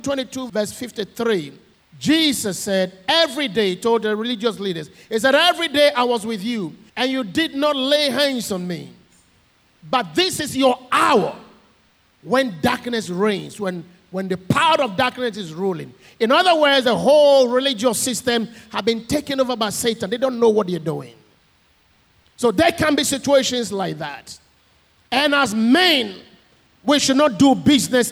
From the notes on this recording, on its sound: Sermon preached at CBC Adabraka Campus